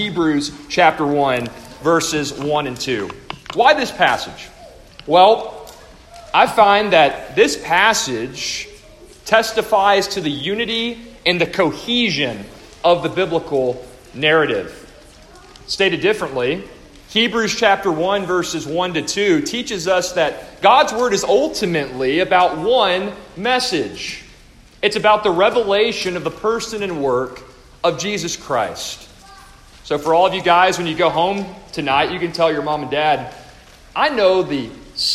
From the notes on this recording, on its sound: A devotional delivered to the faculty, parents, and students of the Co-Op hosted at First Baptist Church-Inez -Inez, Texas-.